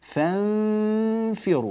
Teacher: التالي، شكل الفم يأخذ شكل الحرف التالي، يأتي فاء فأقول فانفروا، كأني ألفظ فاء وأنا ألفظ بالنون، أستعد للفاء في أثناء الإخفاء